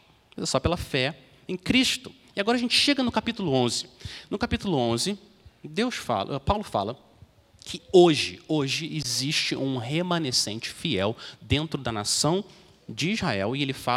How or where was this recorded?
large echoing room